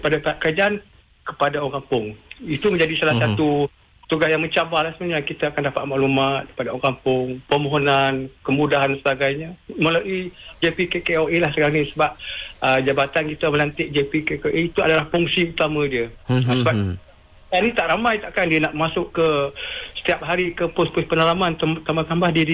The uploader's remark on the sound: temubual secara LIVE-CALL